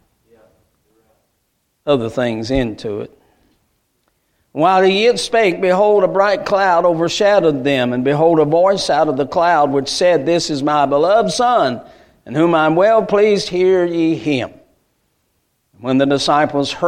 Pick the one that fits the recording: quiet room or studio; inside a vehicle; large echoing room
large echoing room